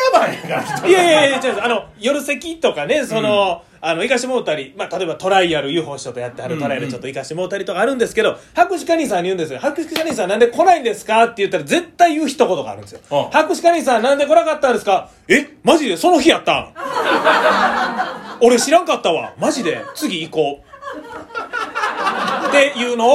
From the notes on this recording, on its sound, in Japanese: 公開収録！